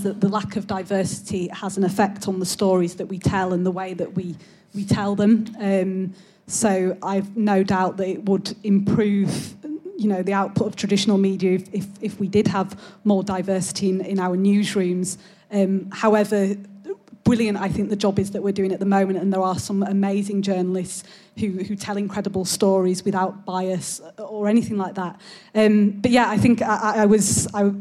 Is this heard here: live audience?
yes